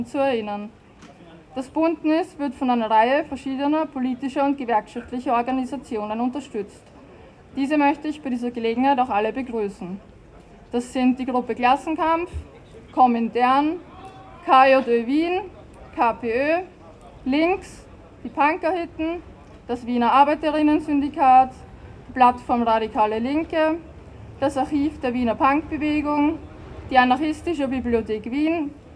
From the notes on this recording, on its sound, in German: 180–200 Personen beteiligten sich in Wien-Floridsdorf an einer Demonstration. Unkommentierte Aufnahme der Kundgebungen vorm Bahnhof Floridsdorf, bei der Feuerwache in der Weisselgasse.